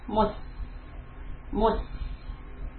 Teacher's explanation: Here the seen, not sawed. So this time I'm going to keep my tongue flat.